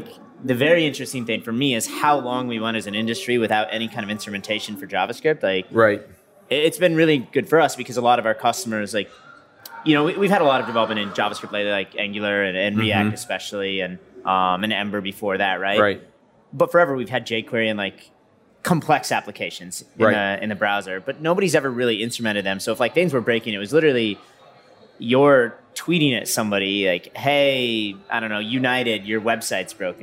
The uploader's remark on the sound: LIVE at Microsoft Build